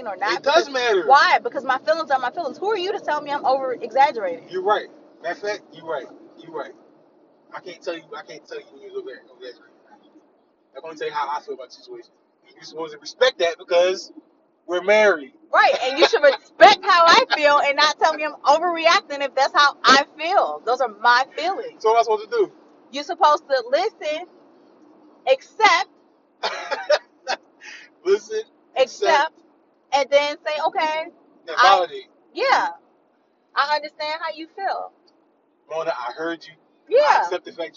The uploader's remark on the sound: My bad for the audio we was driving in the backwoods so it’s a lil muffled…